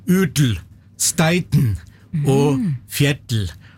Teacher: disse mystiske D-ene, de kommer inn fordi at de som snakker et bittelite millisekund lukker litt for mye igjen. Mm. Og da blir det udel, steiden og fjeddel.